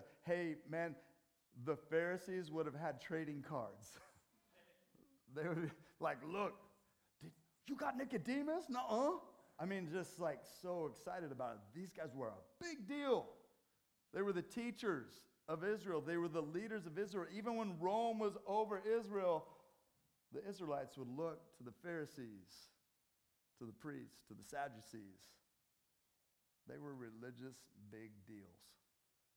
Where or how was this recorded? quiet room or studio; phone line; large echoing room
large echoing room